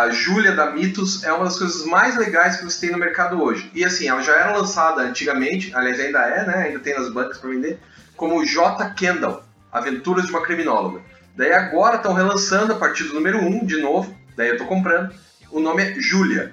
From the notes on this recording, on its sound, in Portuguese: Vários problemas com o áudio, mas tentamos deixar o melhor possível...